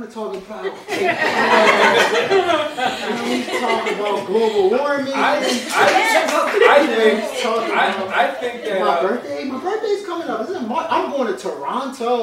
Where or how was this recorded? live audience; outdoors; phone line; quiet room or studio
live audience